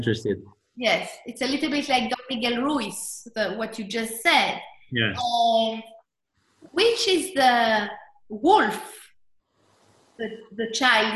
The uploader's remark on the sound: This is a recording taken from my last webinar.